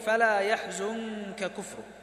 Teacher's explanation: النون الساكنة تخفى قبل الكاف الأولى، فانتقل مخرجها إلى الخيشوم أو إلى قرب مخرج الكاف · Term: الإخفاء